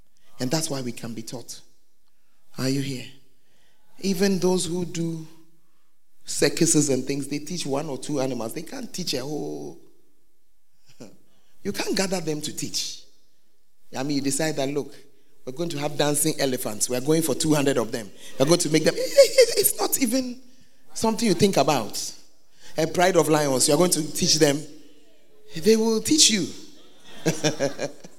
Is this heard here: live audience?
yes